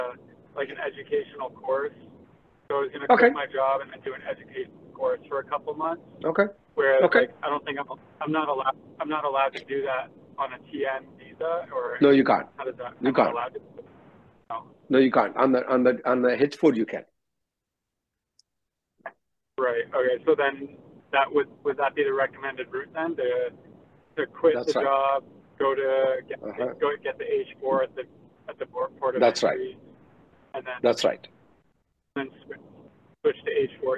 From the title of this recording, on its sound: Conference Call